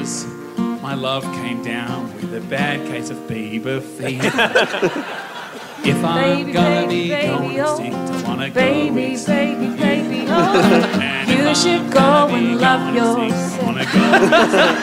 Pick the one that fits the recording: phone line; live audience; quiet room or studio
live audience